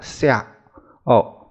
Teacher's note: 它是个浊音，和现代上海斜字的读音一样